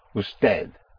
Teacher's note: The D is hardly audible.